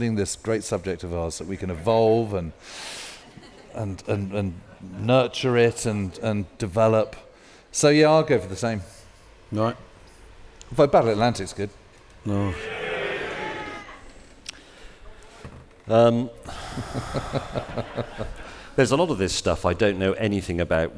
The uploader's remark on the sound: on stage at We Have Ways Fest